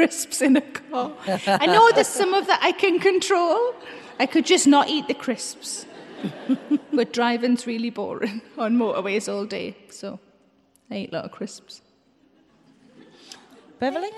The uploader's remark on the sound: Recorded live in March as part of the first Birmingham Podfest.